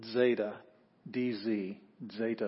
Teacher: Zeta, this actually has a little D sound in front of it